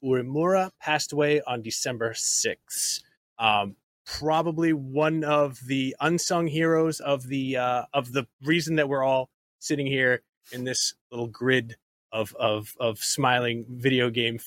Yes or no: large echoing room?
no